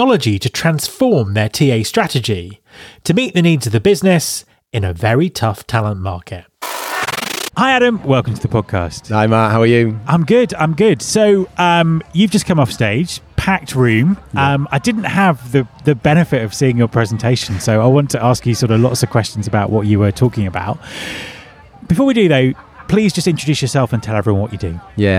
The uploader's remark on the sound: Spoke on The Hiring Without Boundaries stage at RecFest in London. We recorded the conversations backstage at the event.